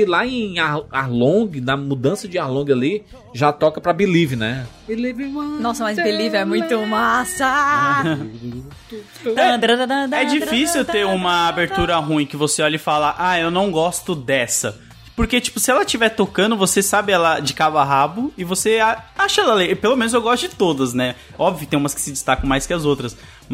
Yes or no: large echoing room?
no